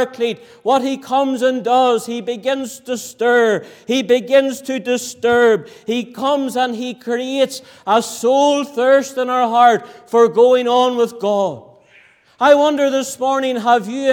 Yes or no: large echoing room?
yes